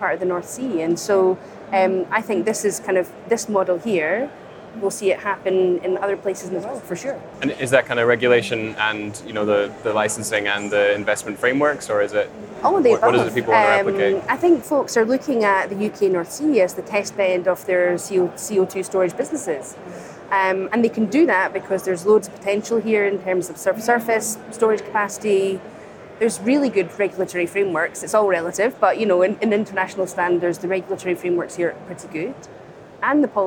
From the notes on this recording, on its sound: On the second day of the Offshore Europe Conference